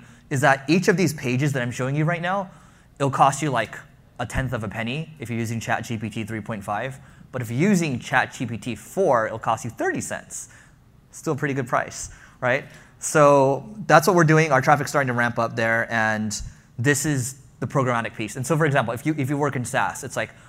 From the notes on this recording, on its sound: live session at the Leveling Up Founders Event